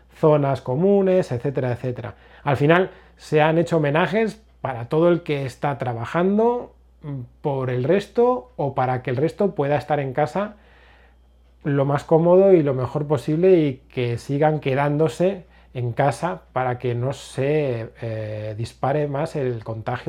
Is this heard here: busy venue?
no